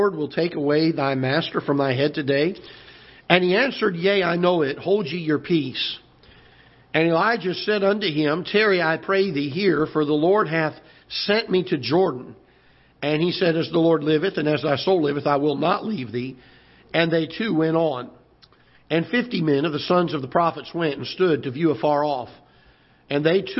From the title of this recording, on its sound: Ketha Heights Baptist Church ~ Live Broadcast